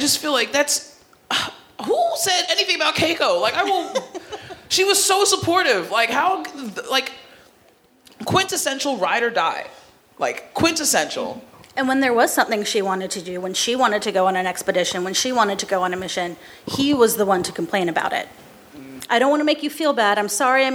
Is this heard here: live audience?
yes